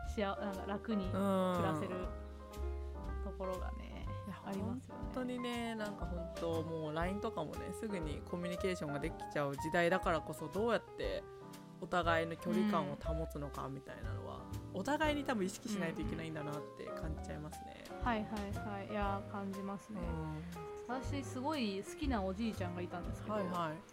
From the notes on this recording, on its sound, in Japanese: 今回、編集の関係上音声が少し小さくなっております。